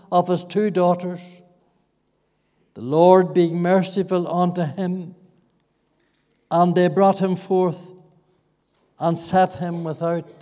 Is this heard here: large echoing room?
yes